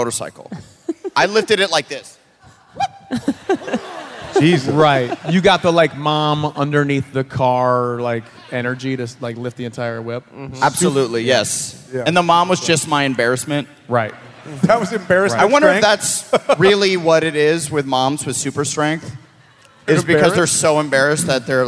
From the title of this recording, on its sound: Live from St. Louis